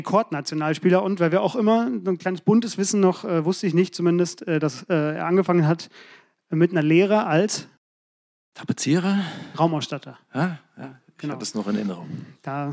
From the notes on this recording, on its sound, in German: Diesmal gibt es eine Sonderausgabe von Kicken kann er . Für die Live-Aufzeichnung vom großen Podcast-Festival von ZEIT ONLINE und ZEIT am 11. In Berlin.